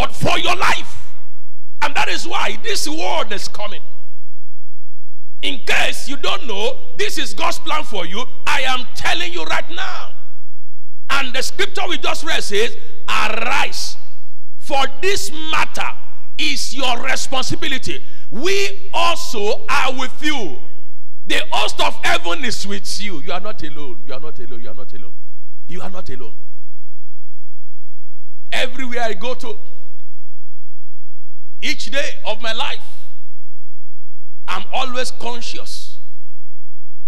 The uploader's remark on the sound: Covenant Champions Global Assembly LIVE Service